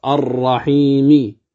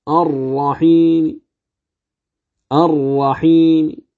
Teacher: لكن إذا قرأتها بالروم فبماذا آتي؟ آتي بثلث الحركة · Shown in: second take · فأقول الرحيم الرحيم، إذن أتيت بثلث وتركت الثلثين.